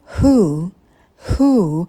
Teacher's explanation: Звук «х» очень легкий, далее долгий звук «у». Губы вперед мы не вытягиваем.